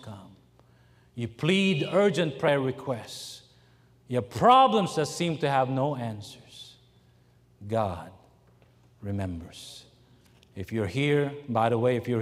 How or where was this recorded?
large echoing room